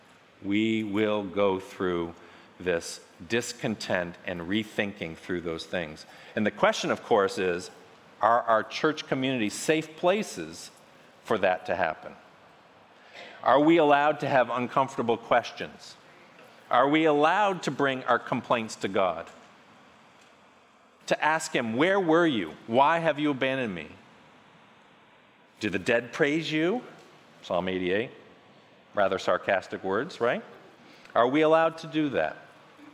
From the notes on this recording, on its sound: featuring a message from the Restore Conference